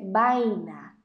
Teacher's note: Now, if you didn't know, a lot of times Spanish speakers will pronounce their V's with like B's. So instead of saying vaina, they might say vaina.